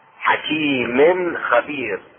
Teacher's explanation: إظهار التنوين في الخاء